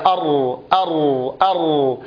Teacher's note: أما كونها مجهورة تهتز فيها الأوتار أو يصحبها زمير حالة خروجها أر أر أر، ومتوسطة بسبب التكرار.